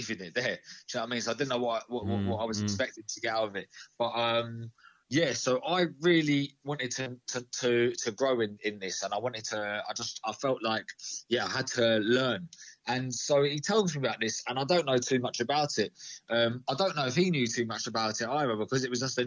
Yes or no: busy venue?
no